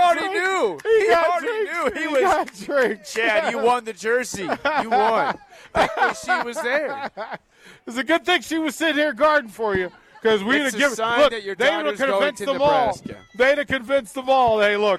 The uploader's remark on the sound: Nebraska Football Talk Live from Barry's